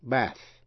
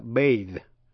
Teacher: Để ý đến âm A, đọc là E trong bath, đọc là A trong the bathe. Chữ T-H trong bath là âm không rung, voiceless. Còn T-H trong bathe là âm rung, voiced.